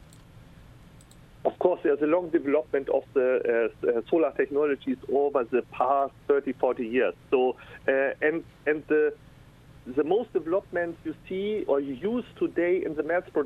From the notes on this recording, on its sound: Special call in guest.